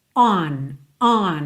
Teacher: Já a preposição on, você já faz o formato mesmo do O, on, só que ele é super nasal, é mais aberto, não é uma letra O, O, O, O, é on, on, tem esse on, aqui, on, on.